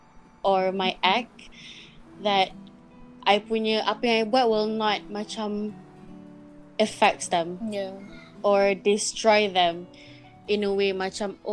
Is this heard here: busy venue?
no